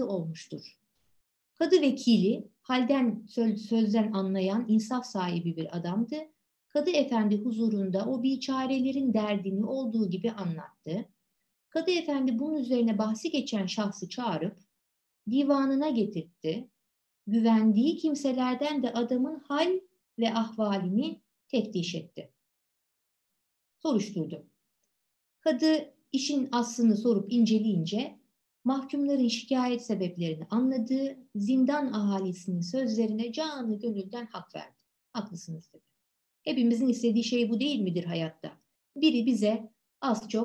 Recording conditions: video call